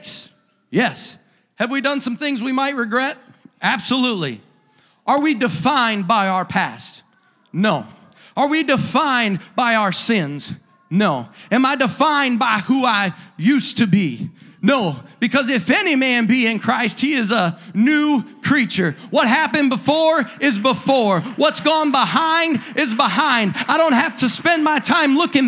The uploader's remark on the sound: a service recording from Connect Point UPC